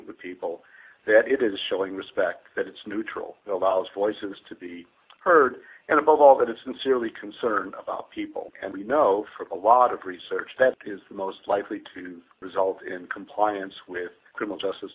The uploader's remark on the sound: On the phone with me today